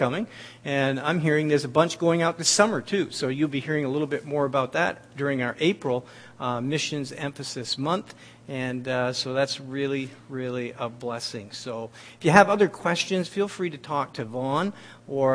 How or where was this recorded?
large echoing room